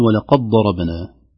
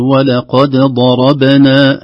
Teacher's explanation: وأيضا قلقلة الباء في نفس الكلمة نقول ولقد ضربنا هكذا. إذن عندنا إظهار الدال وقلقلتها ثم قلقلة الباء · Shown in: second take